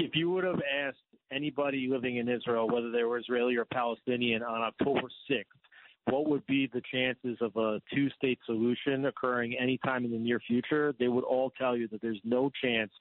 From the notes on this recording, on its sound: calls in to give listeners an update live from the ground in Israel